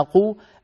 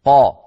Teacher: جربوا قا قو قا قو، فنجد عند قولنا قو الفراغ الذي يملأ الفم أصغر بقليل من الفراغ الذي يملأ الفم لما يكون الحرف مفتوحا قا